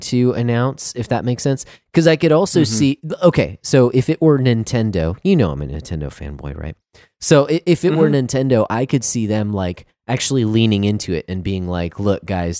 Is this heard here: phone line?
no